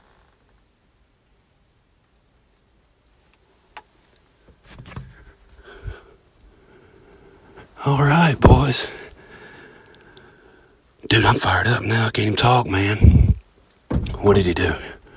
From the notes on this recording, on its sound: Live from the Deer Blind (Interrupted by a Buck). We were on the road a few days in hunting camp this week so the episode is coming live from the deer blind (almost live).